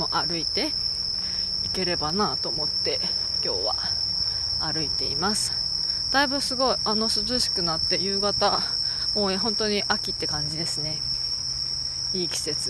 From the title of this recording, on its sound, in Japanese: 歩きながら録音してみた（ほぼ鈴虫）